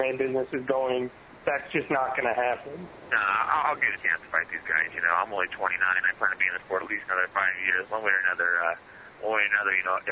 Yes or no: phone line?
yes